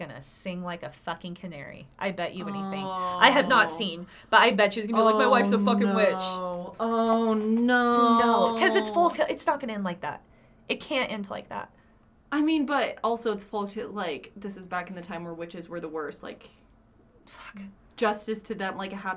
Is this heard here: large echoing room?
no